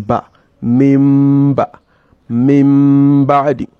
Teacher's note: And the third thing you have to do is to ensure that you are observing gunna while the lips are closed. You observe the gunna while you are concealing the mimun. That point in time whereby your lips are closed and you are saying or pronouncing the mimun, that is when the gunna should come, not before or after that.